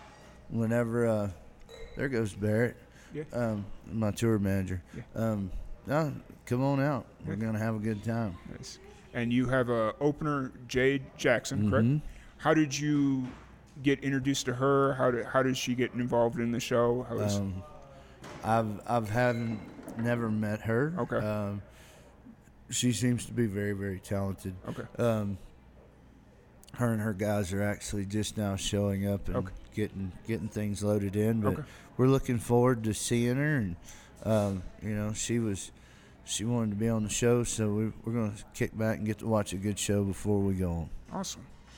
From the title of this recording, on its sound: Live at the Liberty